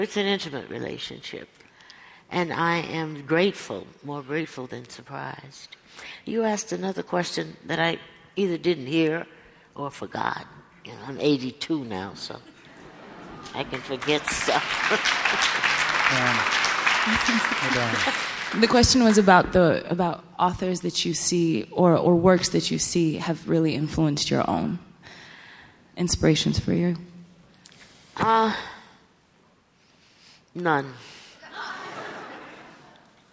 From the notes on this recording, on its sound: LIVE from the NYPL. LIVE closes the Fall 2013 season with a conversation.